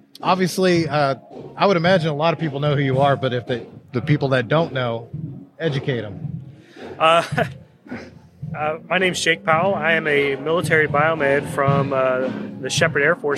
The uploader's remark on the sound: Day one Live at the MD EXPO